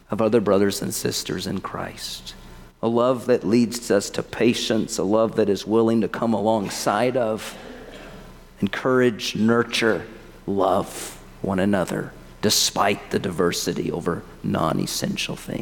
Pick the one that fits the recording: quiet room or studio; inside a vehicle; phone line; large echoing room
large echoing room